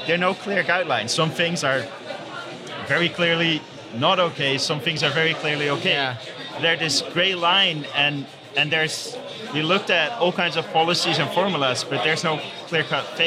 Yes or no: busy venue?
yes